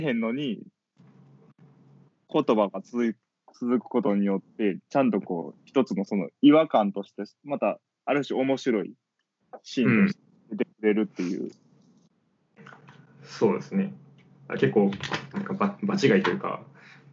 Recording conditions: video call